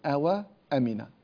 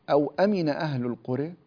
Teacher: نافعا رحمه الله من روايته قالون وورش يسكن هذه الواو · Shown in: second take · فيقول أو أمن أهل القرى أو أمن أهله، فتسكين هذه الواو